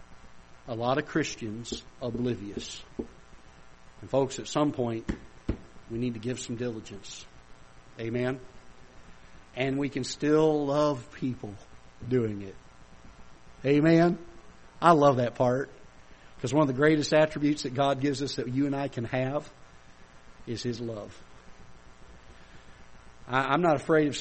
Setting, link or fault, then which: setting, large echoing room